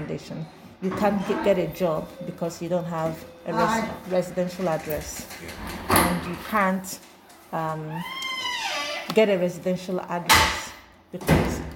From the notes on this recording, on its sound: This was an impromptu recording so has some background interruptions due to everyday living that could not be helped.